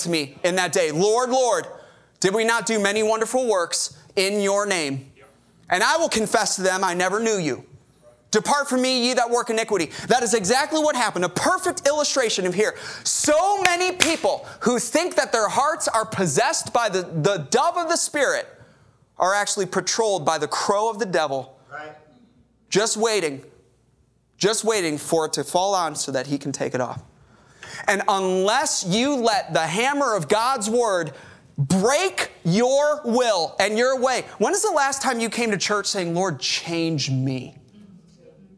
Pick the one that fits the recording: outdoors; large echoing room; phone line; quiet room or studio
large echoing room